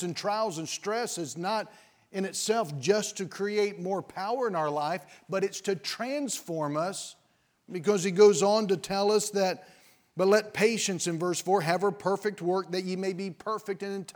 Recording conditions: large echoing room